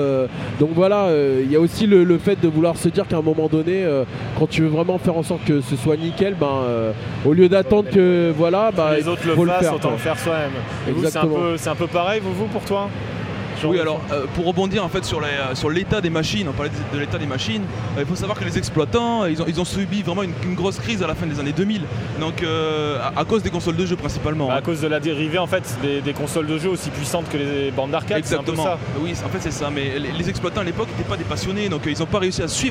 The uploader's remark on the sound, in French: Du podcast sur l'arcade enregistré lors du Stunfest !